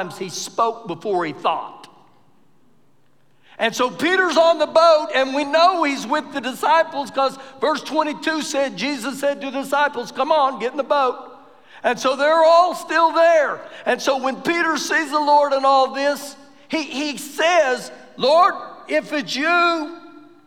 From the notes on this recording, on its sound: Recorded live during our Wednesday night service